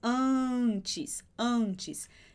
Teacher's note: em português, a gente faz esse an, esse A no nariz